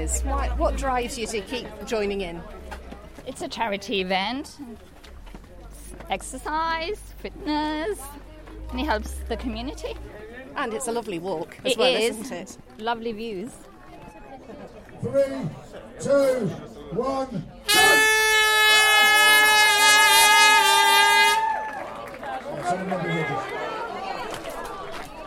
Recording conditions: outdoors